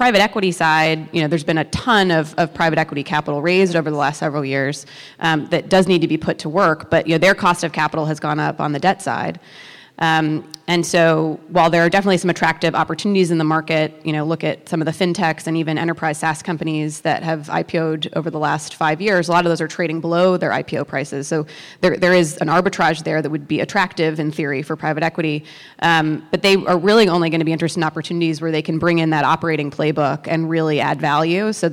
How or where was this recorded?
busy venue